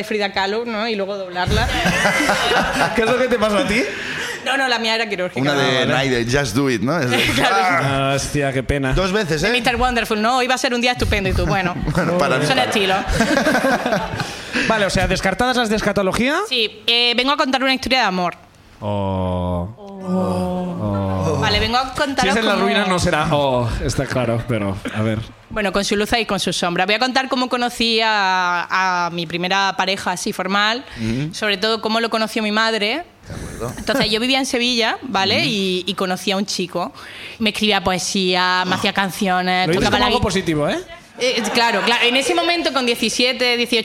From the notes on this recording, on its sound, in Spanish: El público también cuenta su ruina